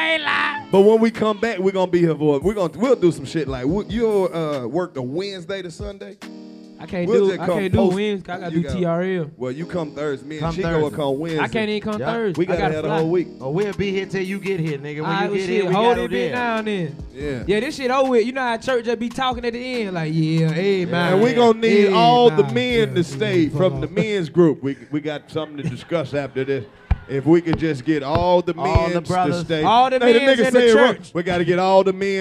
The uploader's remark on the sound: The 85 South Show Live In Cashvile